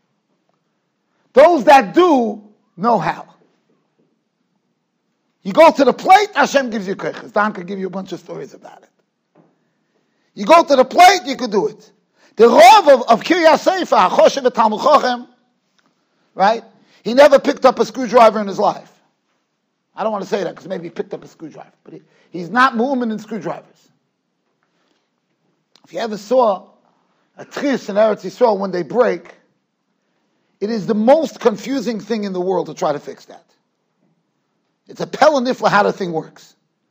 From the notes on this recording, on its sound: Shiur recorded in Yeshivas Ohr Reuven, Monsey, NY.